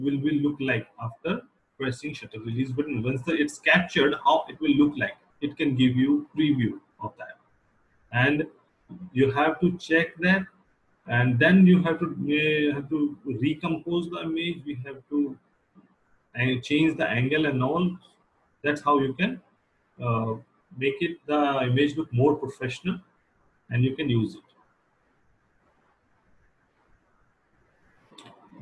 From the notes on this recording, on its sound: This is podcast episode recorded during SPW Online Basic Photography Workshop.